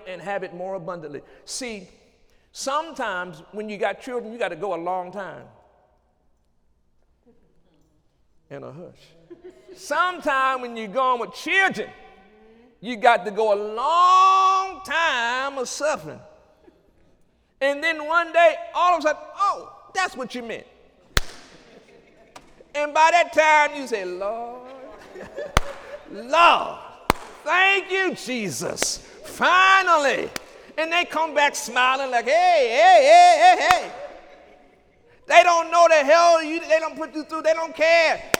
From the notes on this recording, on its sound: During Sunday morning service